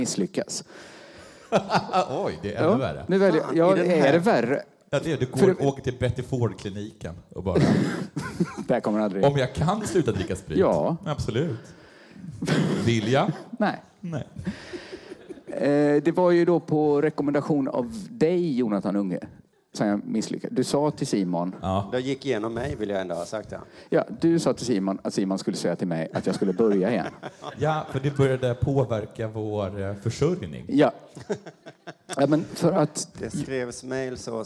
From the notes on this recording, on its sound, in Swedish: Inför publik på Rigoletto.